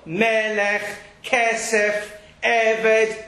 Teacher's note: it's always stressed on the first segel. Every one.